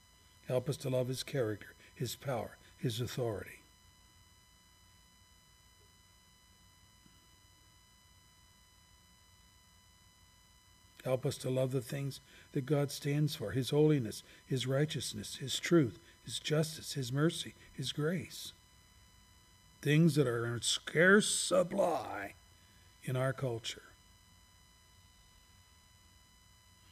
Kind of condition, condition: setting, large echoing room